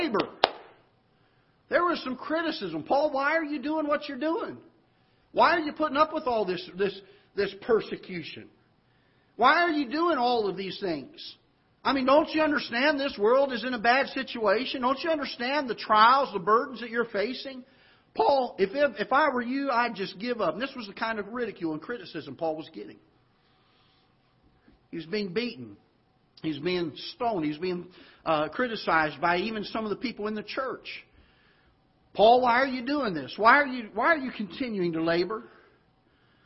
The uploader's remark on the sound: Ketha Heights Baptist Church ~ Live Broadcast